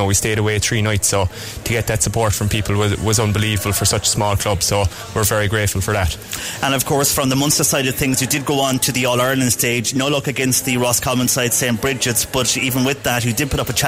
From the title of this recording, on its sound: CELTIC ROSS HOTEL WEST CORK SPORTS STAR AWARDS OUTSIDE BROADCAST